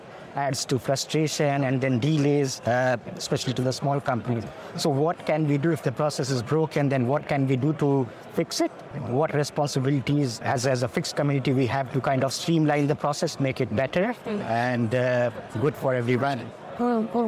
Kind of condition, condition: setting, busy venue